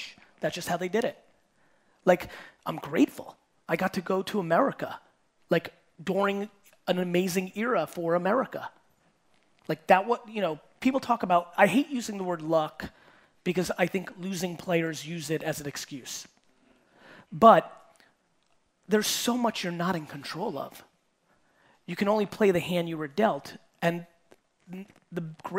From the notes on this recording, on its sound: Coming straight from the Auckland, NZ Keynote